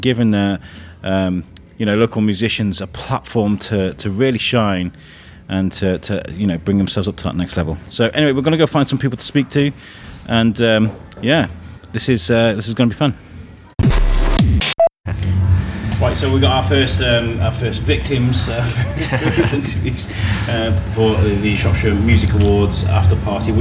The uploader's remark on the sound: Coming to you from Mature, a great club in Wellington, Shropshire, is a medley of interviews captured at the Shropshire Music Awards After Party. We set up downstairs while some of the award winning acts performed upstairs.